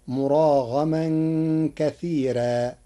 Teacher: قرأ ورش كلمة كثيرا بترقيق الراء فتصير مراغما كثيرا لوجود الياء الساكنة قبلها